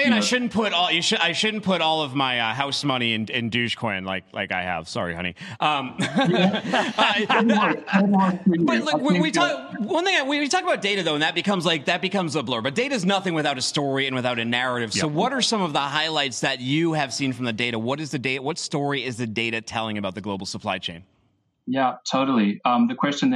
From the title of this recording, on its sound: LIVE from Global Supply Chain Week